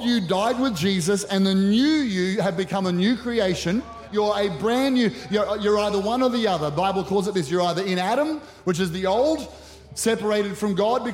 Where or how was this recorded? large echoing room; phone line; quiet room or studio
large echoing room